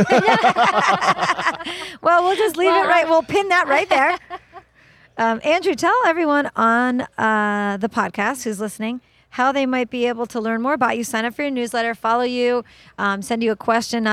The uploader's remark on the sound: recorded at the 2017 Clio Cloud Conference